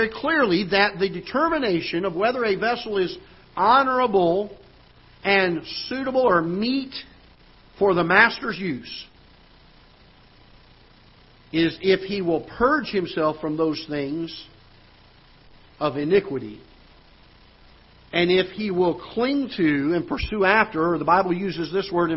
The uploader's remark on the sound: Ketha Heights Baptist Church ~ Live Broadcast